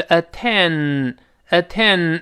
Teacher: 注意前鼻音，舌头得贴上去啊